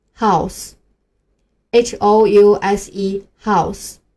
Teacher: Hello，大家好，欢迎加入刷新基础英语课程。我们上节课一共学习了三个音标和七个相关的单词，来一起看一下。第一个音标，发这个音的单词有 money、must、name。第二个音标，发这个音的单词有 moon、line。第三个音标，发这个音的单词有 long、thin。好的，下面我们进入今天的音标学习。我们今天仍然学习三个辅音。先来看第一个，它的写法是小写字母 h。发这个音的时候，我们先把嘴巴张开，舌头平放，舌根稍微紧张一点，把嗓子眼缩小。嗓子往外送气的时候，会感觉有一点阻碍，不是特别的畅通。如果你特别畅通的话，发音就变成了啊，那就不对了。这个音和我们普通话的呵有一点区别，发音呢比较轻，而且喉咙是不震动的，是个轻辅音，体会一下。来看几个单词，第一个 house。House,house，它是房子的意思。这个房子和我们理解的有一些区别，它是指独栋的那种，家里有车库啊、院子什么的。我们现在常见的楼里的